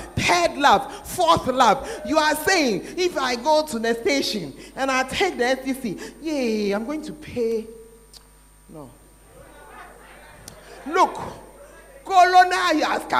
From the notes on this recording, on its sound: Preached at The Art Of Evangelism Conference.